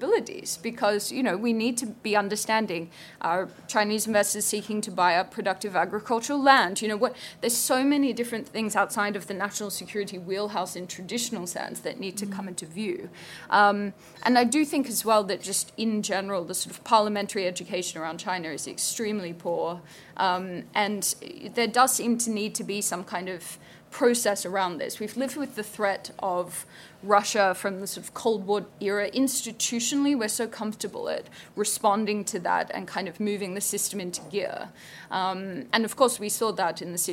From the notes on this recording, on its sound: live from Conservative party conference